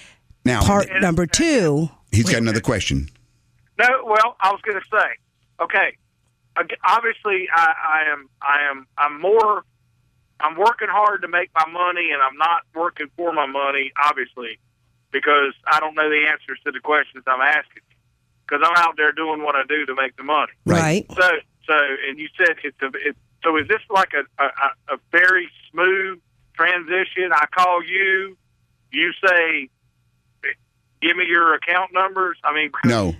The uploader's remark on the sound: Financial planning call-in show.